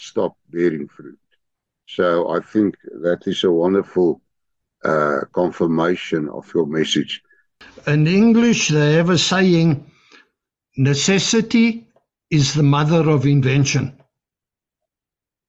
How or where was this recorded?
video call